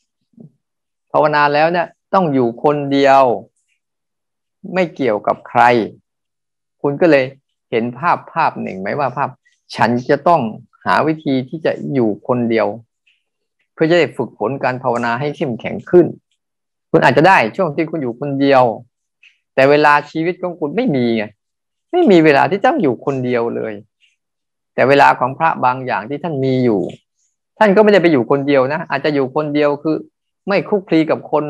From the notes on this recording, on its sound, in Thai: เป็น 1 ใน 3 คอร์สออนไลน์ (ผ่านโปรแกรม Zoom)